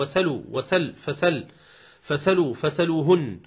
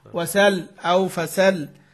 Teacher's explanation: بنقل فتحة الهمزة إلى السين وإسقاط الهمزة